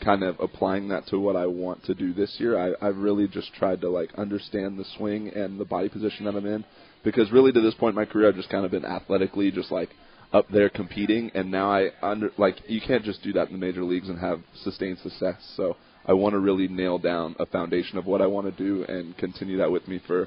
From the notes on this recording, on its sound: LIVE from PiratesFest Friday night at PNC Park